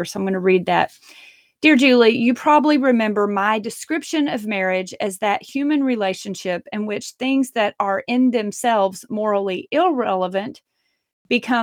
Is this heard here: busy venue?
no